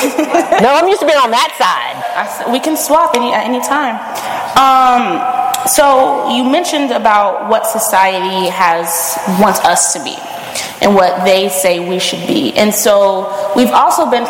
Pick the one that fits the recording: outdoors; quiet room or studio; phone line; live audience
live audience